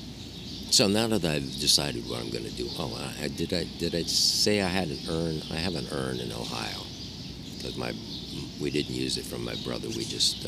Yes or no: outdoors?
yes